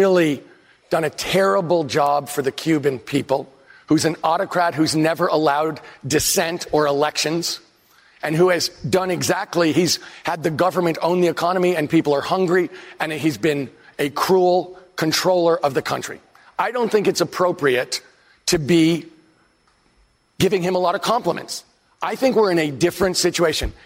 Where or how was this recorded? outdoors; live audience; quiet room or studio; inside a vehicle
live audience